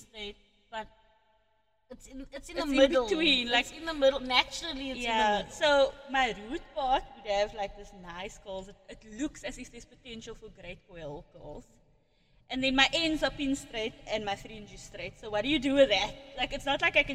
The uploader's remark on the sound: The echo episode. Episode 2 of our very amateur post for our podcast. In this epsiode we clearly don't know that the echo is turned.